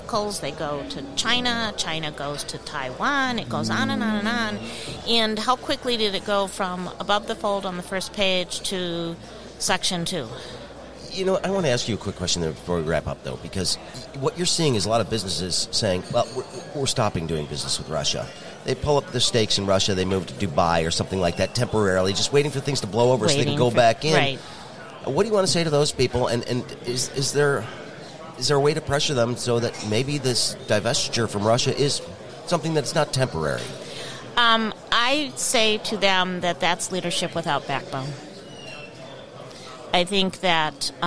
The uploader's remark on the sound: The two caught up at the Grand Hotel for the Detroit Regional Chamber's annual Mackinac Policy Conference.